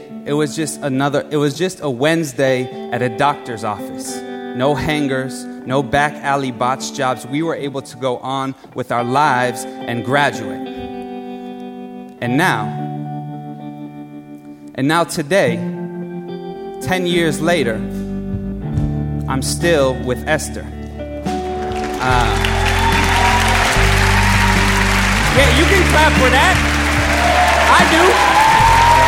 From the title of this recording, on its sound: Live at BAM